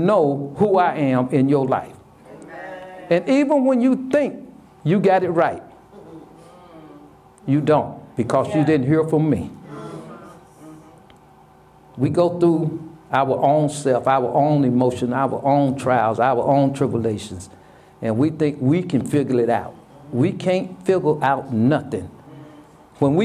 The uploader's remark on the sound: Sermon preached from Wesley AME Zion Church